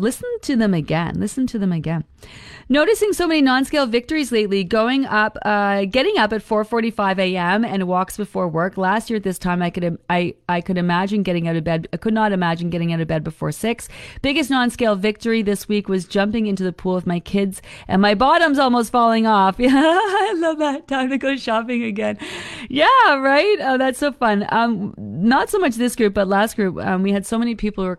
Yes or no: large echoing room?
no